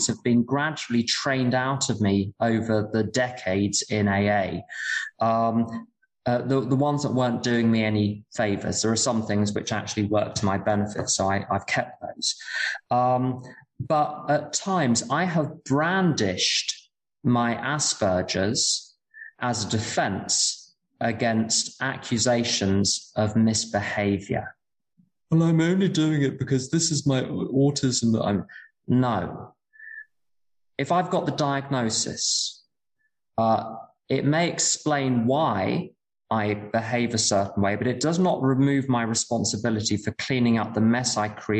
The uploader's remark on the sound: Speaking in Berlin at the Friendly Circle Group. This event is live and on Zoom.